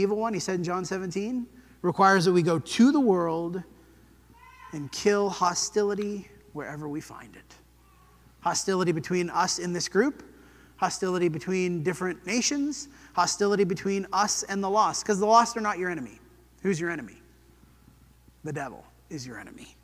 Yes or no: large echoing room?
yes